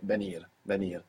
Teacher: So, of course, you could hear V, like I just pronounced for you, so you won't get the spelling venir, but more commonly you would hear venir, venir, like a soft B